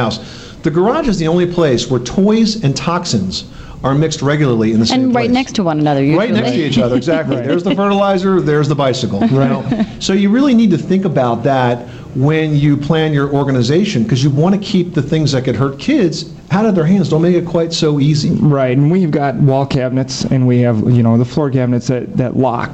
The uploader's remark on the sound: Live Broadcast from the Craftsman Experience